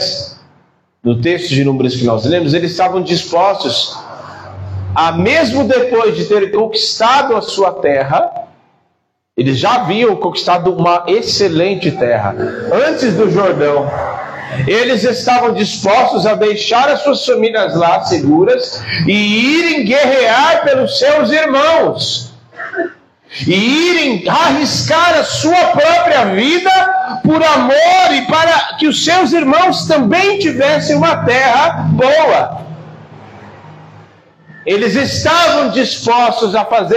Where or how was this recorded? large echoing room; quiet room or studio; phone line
large echoing room